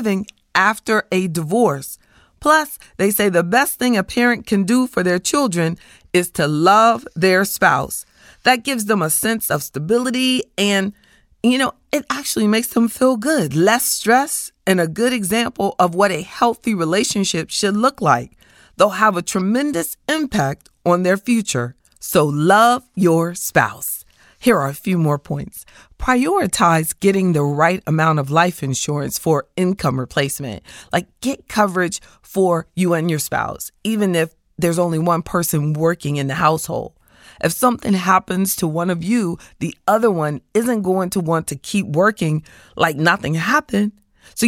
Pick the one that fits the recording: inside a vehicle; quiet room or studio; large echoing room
quiet room or studio